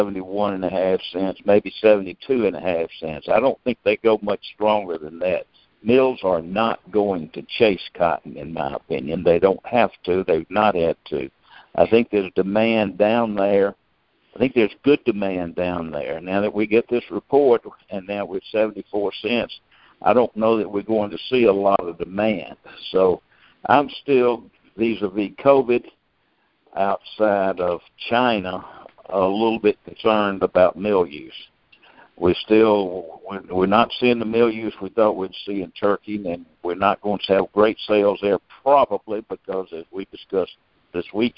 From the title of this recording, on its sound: Monthly Conference Call